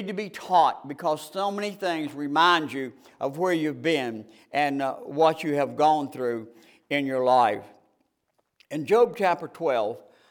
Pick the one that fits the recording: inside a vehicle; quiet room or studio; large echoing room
large echoing room